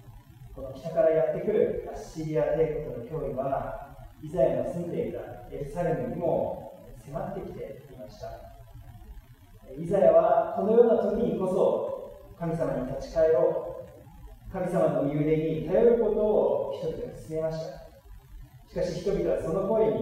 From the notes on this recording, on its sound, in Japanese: 機材トラブルにより音声が聞きづらくなっております。